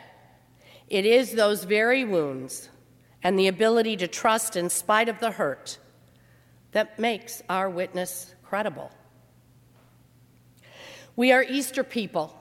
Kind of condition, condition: setting, large echoing room